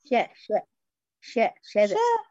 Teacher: ما تعمليش اشراك شفتين تمام، افتحي بالطول بدون ما تشركي بدون ما تضمي · Term: الشين